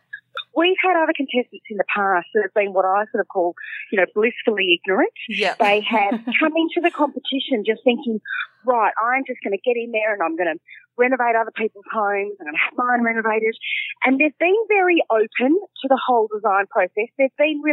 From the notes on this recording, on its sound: phones in from the House Rules set